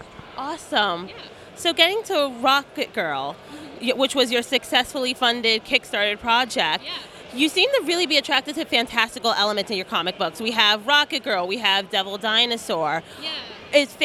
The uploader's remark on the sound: Interview at Five Points Festival 2017